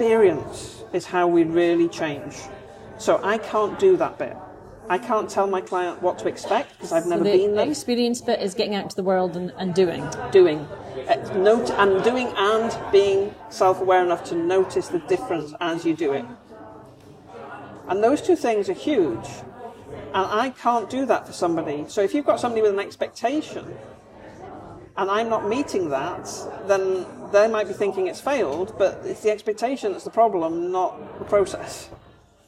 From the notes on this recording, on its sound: These episodes are recorded chats in Starbucks so may have more background noise than a usual podcast.